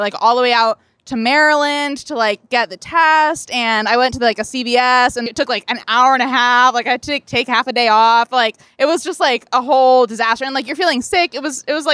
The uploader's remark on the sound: Joins us at our live taping at Sonny’s Pizza.